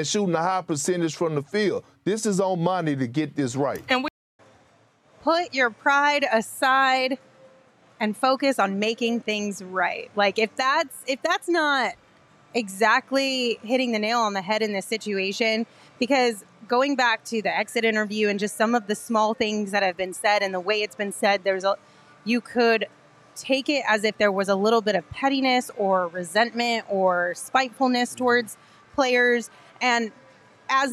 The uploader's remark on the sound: live from Four Peaks